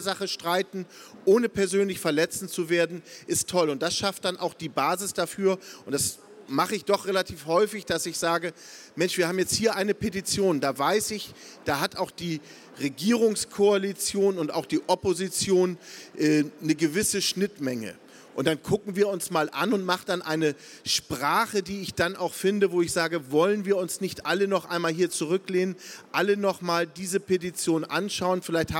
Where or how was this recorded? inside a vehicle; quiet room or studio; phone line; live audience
live audience